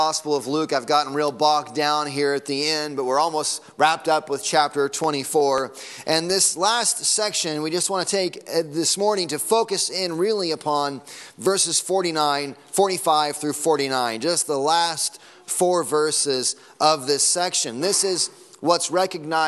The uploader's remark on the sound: Sunday Morning Sermon Audio